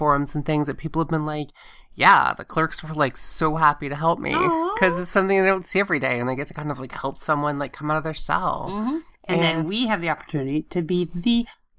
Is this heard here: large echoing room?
no